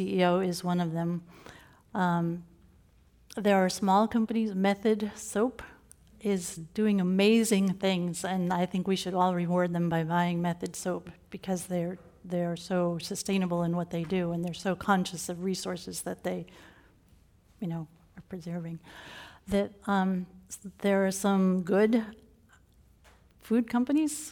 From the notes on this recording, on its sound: This program was recorded in front of a live audience at the Commonwealth Club on July 27, 2017.